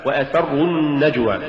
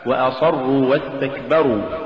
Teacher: ولولا استفال السين لصارت صادا